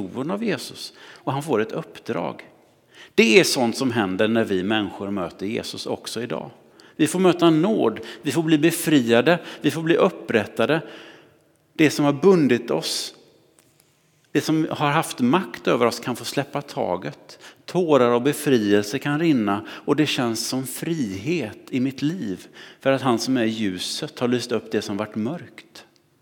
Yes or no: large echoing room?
yes